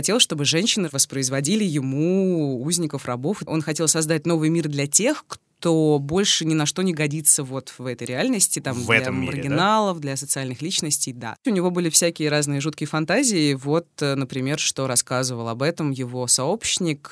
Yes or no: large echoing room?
no